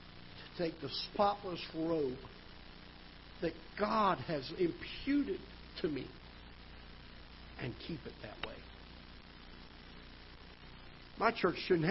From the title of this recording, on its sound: Ketha Heights Baptist Church ~ Live Broadcast